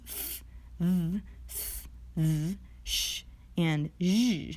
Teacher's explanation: These sounds are called fricatives because the manner in which they are articulated occurs because the airstream is obstructed in a way that produces friction